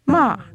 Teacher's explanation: The fourth tone, which is a rapid downward gliss